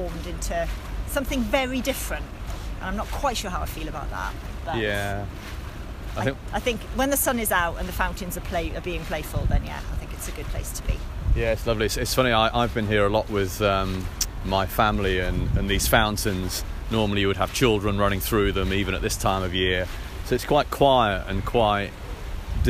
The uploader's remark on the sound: Walking & Talking Finsbury Park to Green Park